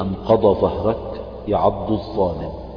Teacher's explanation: لتقارب موضع الضاد مع موضع الظاء قد يخلط يعني البعض ويدغم او يحول الضاد الى ظاء · Term: إظهار الضاد